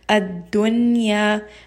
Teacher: Instead, there is going to be idhar mutlaq. It is an exception to the rule, and the noon sound is going to be clear.